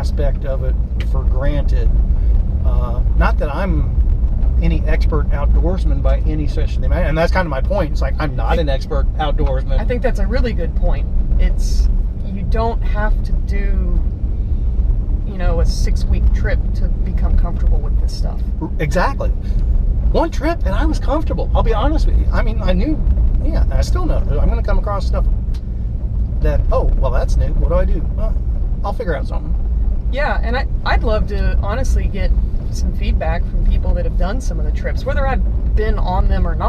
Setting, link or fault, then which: setting, inside a vehicle